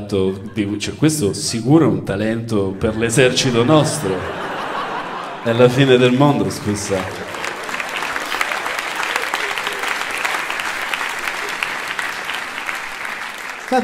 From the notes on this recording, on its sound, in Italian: Registrato al Teatro Puccini di Firenze